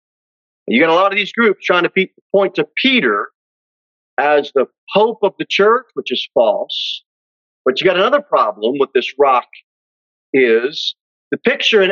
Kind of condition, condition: setting, large echoing room